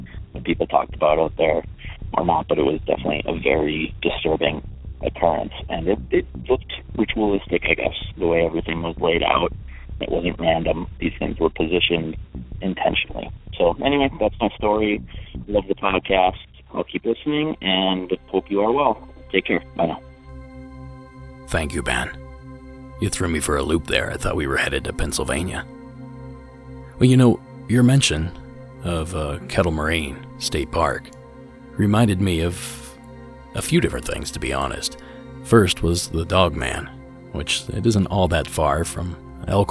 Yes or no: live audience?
no